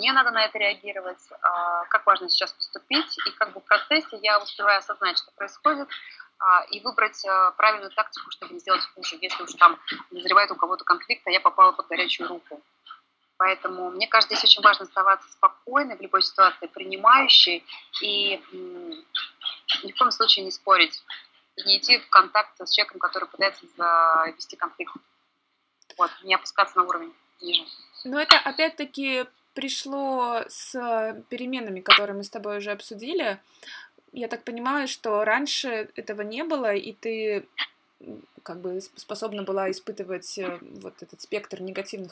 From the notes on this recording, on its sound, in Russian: Саундтреком подкаста стало пение ветра в островных джунглях и вообще мистический шум Бали